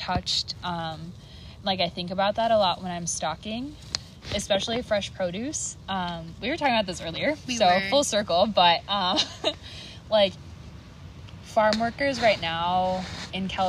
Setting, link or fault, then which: setting, outdoors